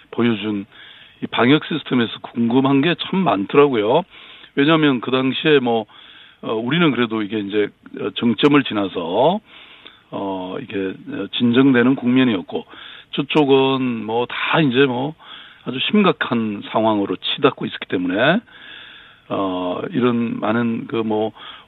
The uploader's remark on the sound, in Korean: 전화연결